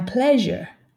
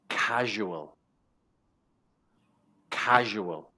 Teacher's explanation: It's zh. So, many students say sh or z, but the correct phoneme is zh.